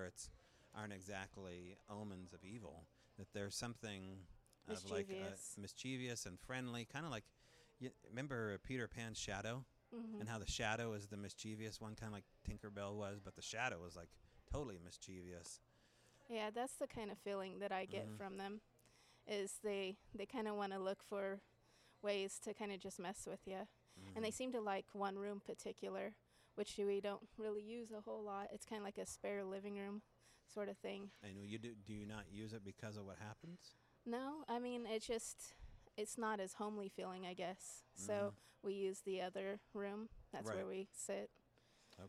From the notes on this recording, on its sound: The darkened corner of the pubs connected bookstore where the Strange Brau Radio Live "after show" continues the conversations. The lively discussion that can only be had with like minded attendees, speakers and maybe even a few ghost.